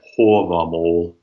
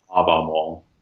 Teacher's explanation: the long A is rounded · Shown in: first take